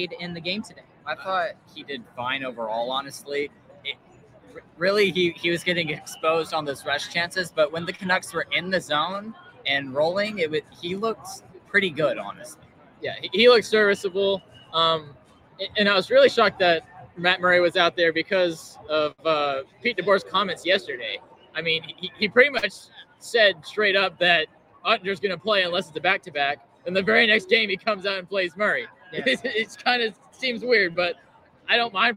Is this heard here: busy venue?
yes